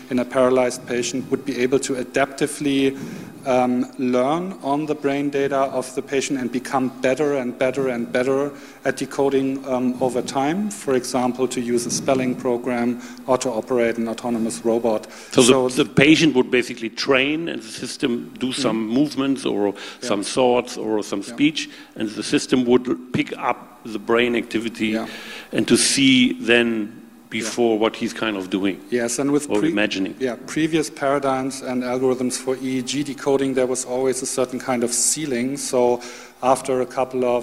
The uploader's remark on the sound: The session will start with a video showing parts of the web documentary "Homo Digitalis". The panelists will then discuss, together with the audience.